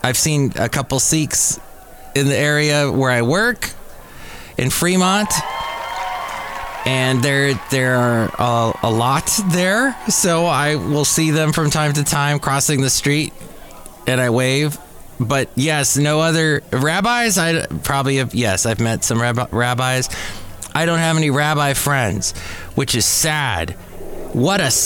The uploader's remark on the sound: podcasts live from Café Anyway